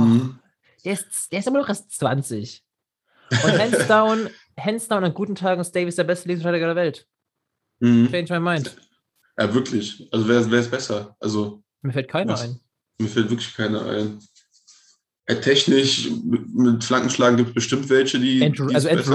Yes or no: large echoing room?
no